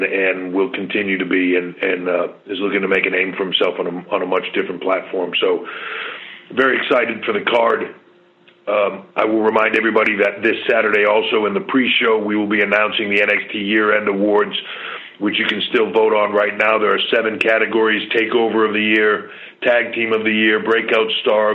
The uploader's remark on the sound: customary pre NXT Takeover Conference Call